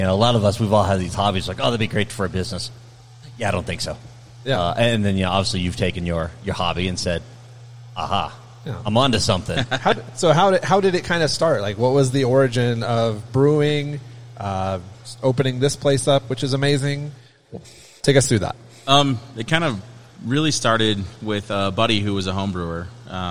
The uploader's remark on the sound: Owners of Welcome Home Brewery in Parker Colorado, on location.